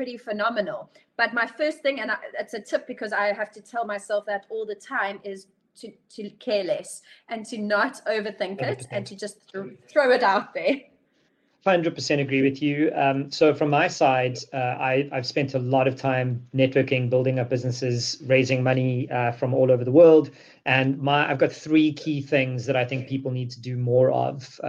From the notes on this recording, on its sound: recorded live in a webinar